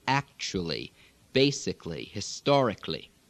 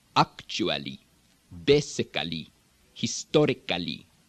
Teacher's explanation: For example, words that end in A-L-L-Y, which in American English we tend to do actually, basically, historically. The Arabic speaker is going to pronounce that medial vowel · Shown in: second take